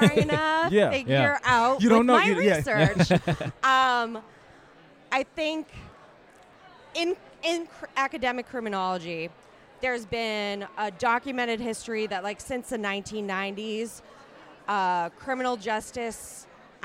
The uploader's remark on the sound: Live From Crime Con!